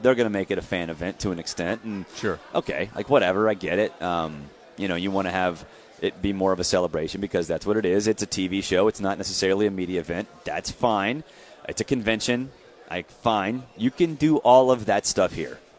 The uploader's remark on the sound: live from SEC Media Days in Hoover.